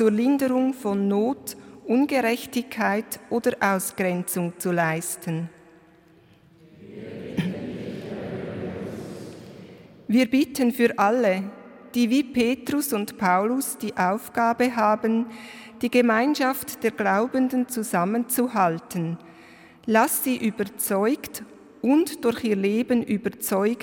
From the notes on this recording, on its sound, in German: Römisch-katholischer Gottesdienst aus der Kirche Leuggern AG. Zum Festtag singt der Kirchenchor.